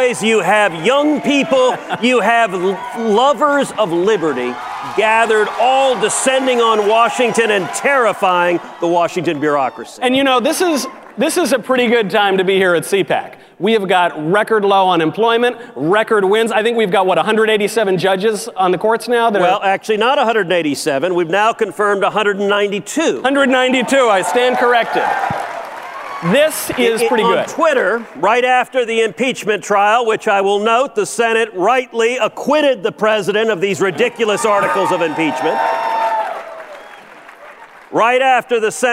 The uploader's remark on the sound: Live at CPAC.